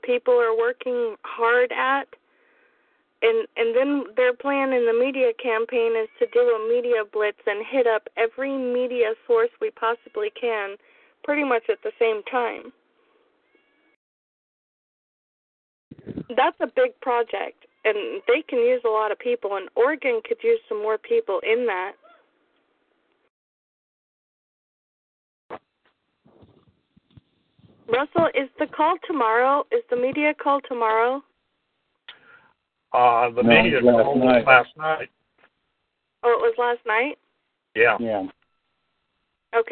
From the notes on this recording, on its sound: Oregon National Liberty Alliance Call. Welcome to the Unified Oregon Common Law Grand Jury Conference Call.